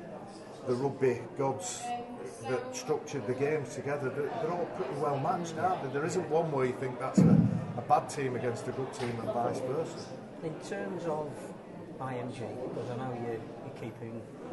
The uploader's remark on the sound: We were live at Headingley